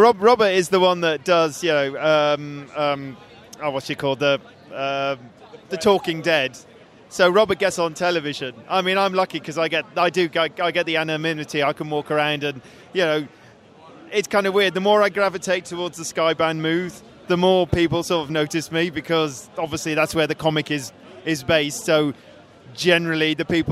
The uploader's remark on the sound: stopped by the Geekscape booth